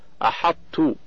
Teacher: ومسألة واحدة متفق على إدغامها إدغاما ناقصا، وهي الطاء التي بعدها تاء